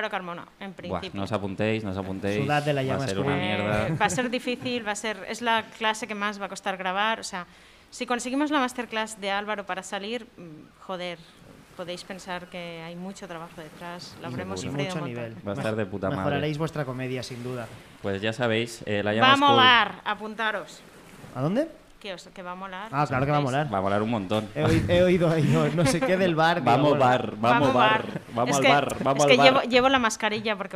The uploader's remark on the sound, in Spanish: ¡En directo desde la playa!